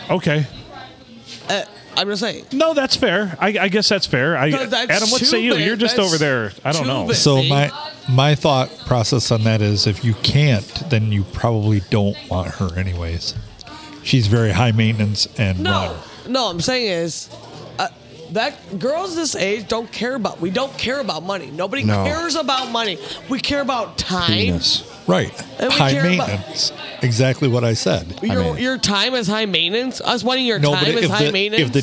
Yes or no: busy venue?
yes